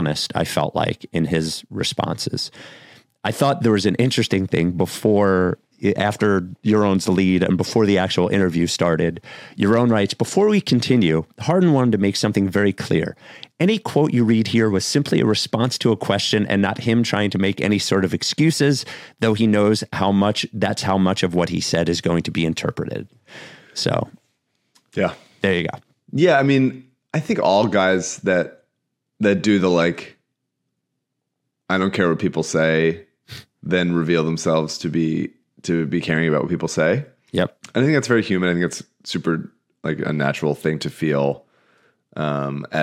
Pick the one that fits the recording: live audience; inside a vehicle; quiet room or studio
quiet room or studio